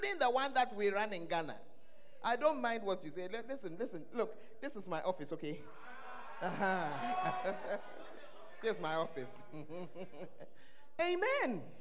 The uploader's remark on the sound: Preached At The First Love Center, Ayeduase (Gathering Service)